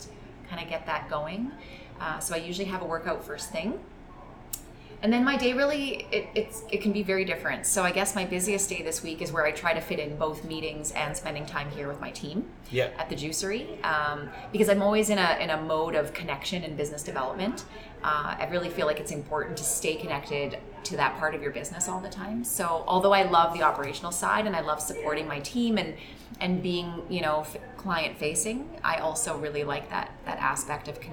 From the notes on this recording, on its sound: Episode 34 was recorded right inside the Sherwood Park Glow Juicery while we both drank Glow Juice.